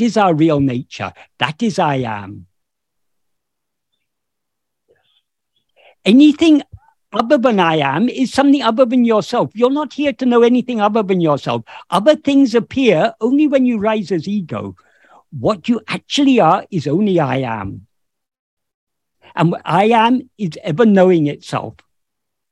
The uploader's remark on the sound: In a Zoom meeting of the ‘Ramana Maharshi Foundation UK’.